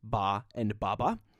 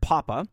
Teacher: We can actually think of the B and P categories as two sides of the same coin, because the B sound is the voiced version of the P sound